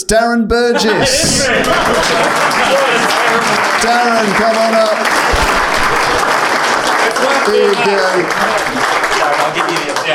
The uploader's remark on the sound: The crowd is gathered, mostly supporting Team Wedge. We head to the Champions BBQ prize giving ceremony, where the various winners are announced.